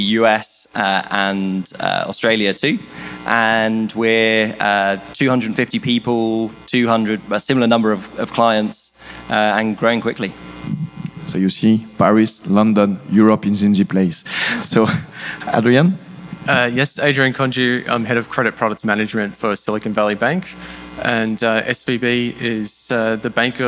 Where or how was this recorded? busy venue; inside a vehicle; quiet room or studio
busy venue